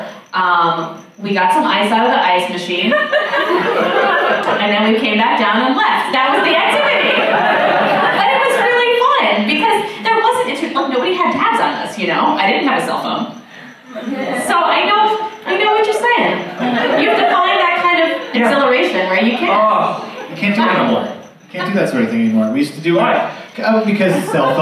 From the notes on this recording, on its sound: The sound quality of this episode is a bit rough. Recorded live at the NerdMelt Showroom, Los Angeles, California, U.S.A.